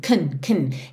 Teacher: como é afirmativa, a gente vai ter um can bem fraquinho